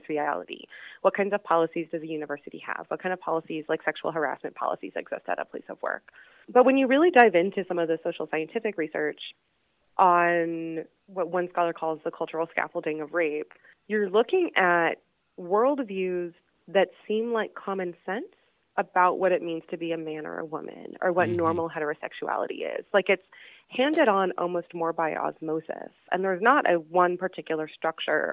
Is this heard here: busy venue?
no